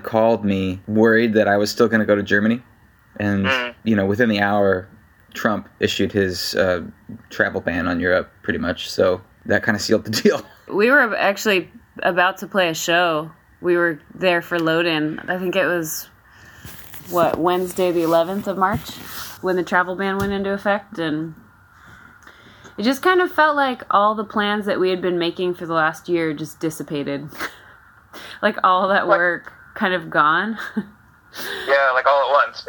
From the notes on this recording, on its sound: We talked over the phone